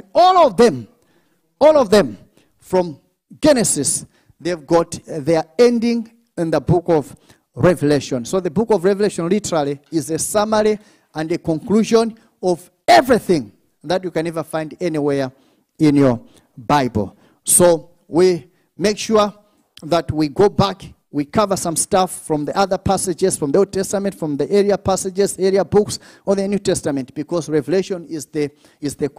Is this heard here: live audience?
yes